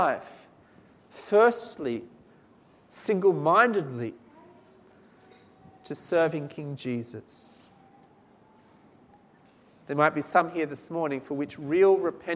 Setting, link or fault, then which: setting, large echoing room